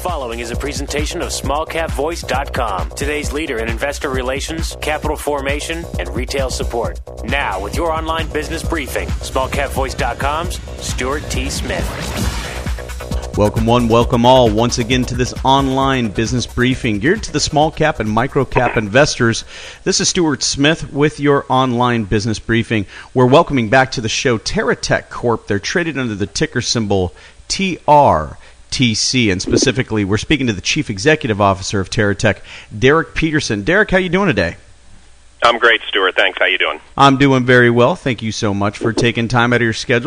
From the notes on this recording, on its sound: called into SmallCapVoice.